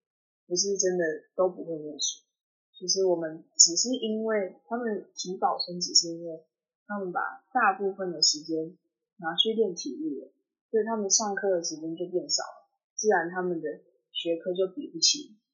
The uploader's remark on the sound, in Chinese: 本集因受收音影響，故雜音較多，敬請見諒。